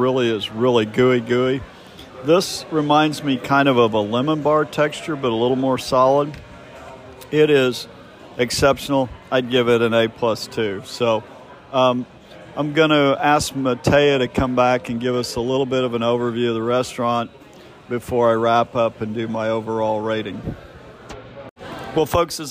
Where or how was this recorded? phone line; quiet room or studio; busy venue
busy venue